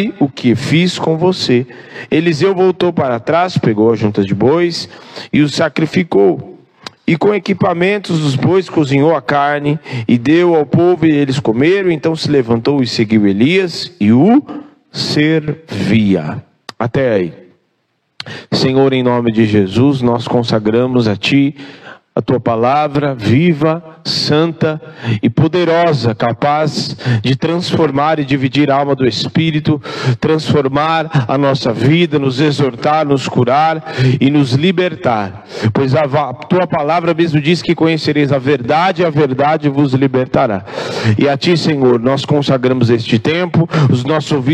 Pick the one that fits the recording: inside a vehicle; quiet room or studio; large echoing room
large echoing room